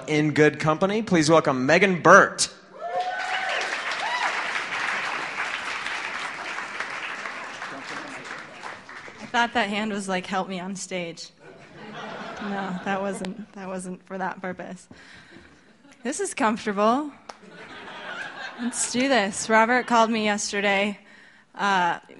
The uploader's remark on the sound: LIVE from Denver Music Summit! Here is a live show that we taped at the Denver Music Summit. The organizers invited us to put together a special show at the McNichols.